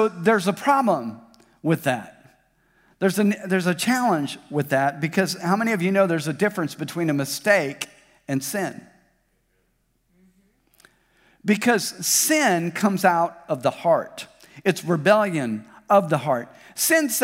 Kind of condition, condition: setting, large echoing room